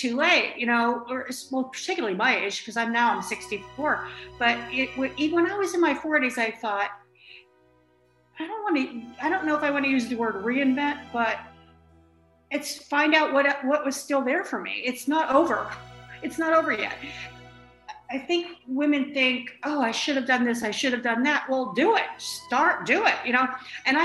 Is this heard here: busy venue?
no